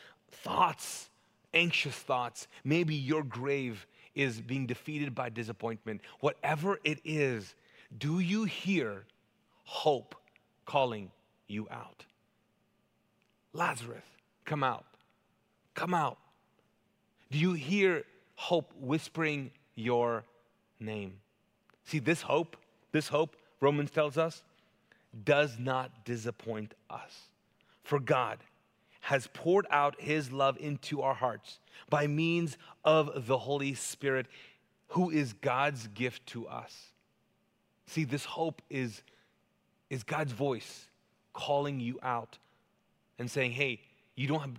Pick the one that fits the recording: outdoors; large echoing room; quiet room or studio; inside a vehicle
large echoing room